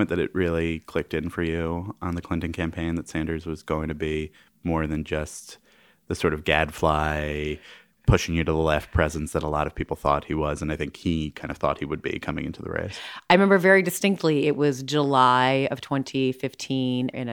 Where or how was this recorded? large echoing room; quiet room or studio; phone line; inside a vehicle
quiet room or studio